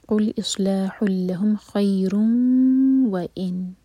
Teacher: خیر تنوین کے بعد واو تو ادغام غنہ کے ساتھ، آواز کو ناک میں لے جائیں گے اور دو سیکنڈس کا ٹائم دیں گے.